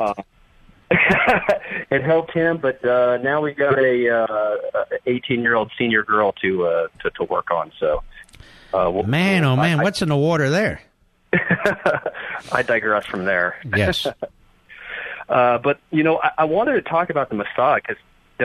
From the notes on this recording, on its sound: calls